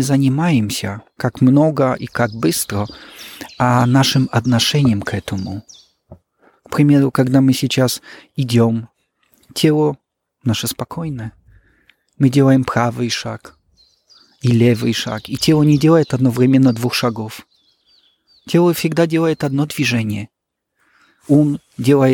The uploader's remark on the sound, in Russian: записать интервью во время прогулки